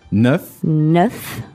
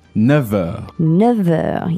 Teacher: You might notice the F sound turns into a V sound. · Shown in: second take · Term: liaison